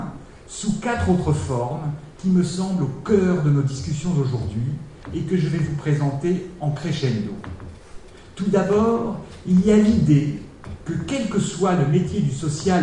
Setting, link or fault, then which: setting, live audience